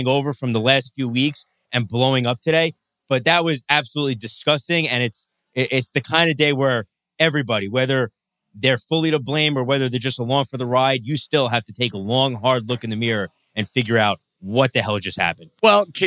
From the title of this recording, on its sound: NYNY Live from Katch Astoria